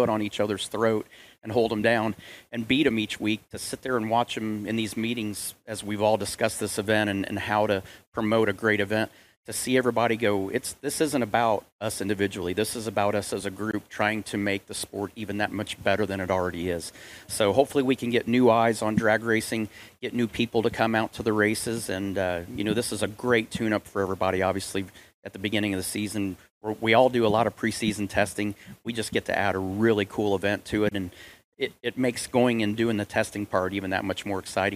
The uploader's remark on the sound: PRO Superstar Shootout Press Conference replay. The biggest names in motorsports gathered at the FloSports headquarters in Austin, TX to announce the historic PRO Superstar Shootout.